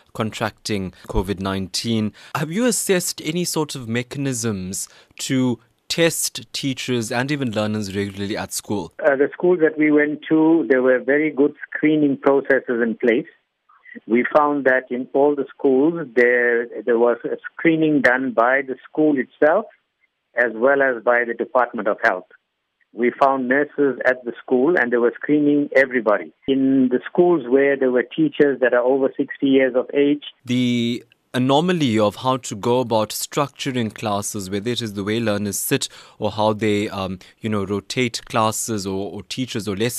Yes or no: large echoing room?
no